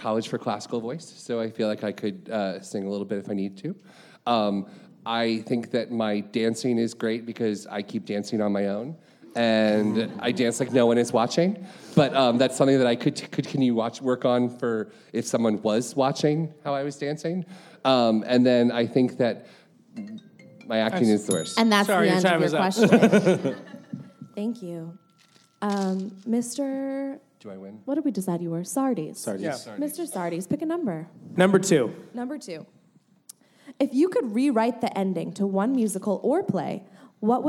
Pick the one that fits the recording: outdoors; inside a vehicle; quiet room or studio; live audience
live audience